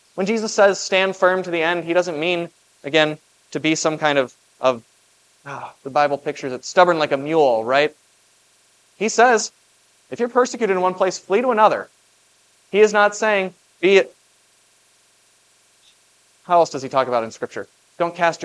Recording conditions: large echoing room